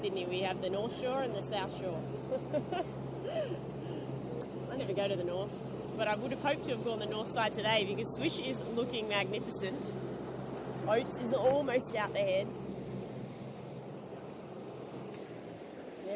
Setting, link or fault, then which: setting, outdoors